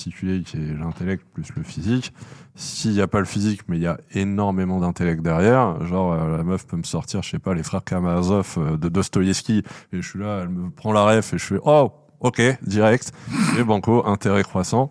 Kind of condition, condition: setting, busy venue